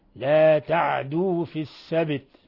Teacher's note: إسكان العين مع تخفيف الدال يعني ضم الدال غير مشددة، تخفيف ضد التشديد، لا تعدوا في السبت.